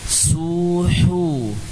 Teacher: Sin dan ha tipis.